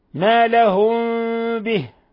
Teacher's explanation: ميم ساكنة جاء بعدها الباء، إخفاء شفوي